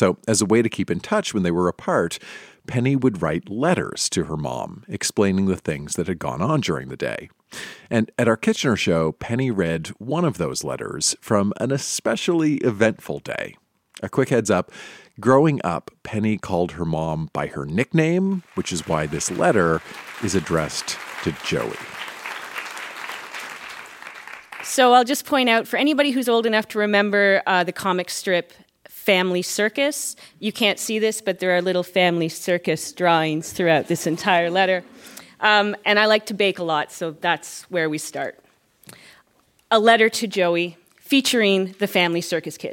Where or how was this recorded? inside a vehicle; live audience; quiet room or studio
live audience